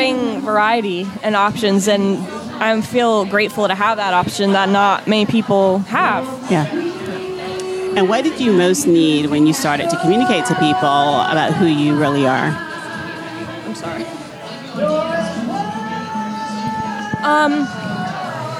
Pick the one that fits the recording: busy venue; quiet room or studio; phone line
busy venue